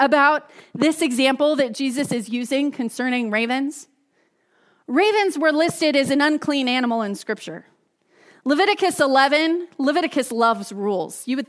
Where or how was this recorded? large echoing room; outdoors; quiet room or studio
large echoing room